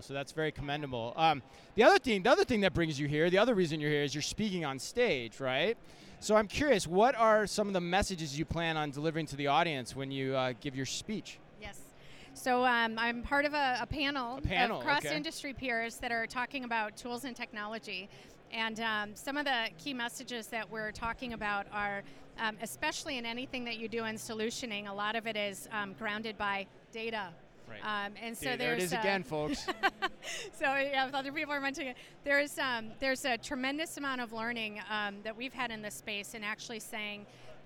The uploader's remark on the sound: Live From Manifest 2024. LIVE FROM Manifest: The Future of Supply Chain & Logistics 2024.